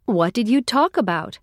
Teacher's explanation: With inseparable phrasal verbs like talk about, the preposition is usually unstressed.